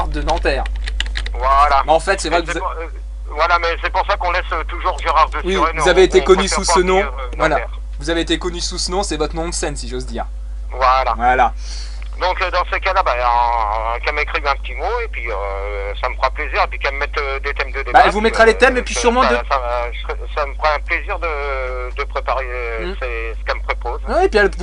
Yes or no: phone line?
yes